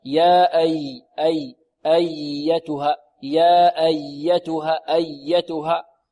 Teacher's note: ولا نقول يا أجتها، أجتها، لا، الياء حرف ماذا؟ رخو